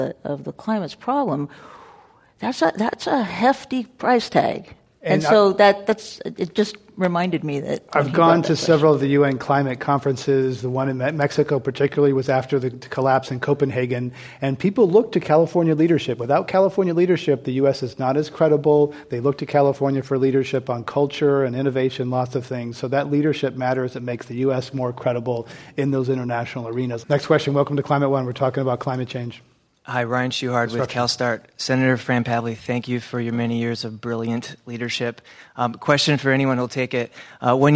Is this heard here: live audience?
yes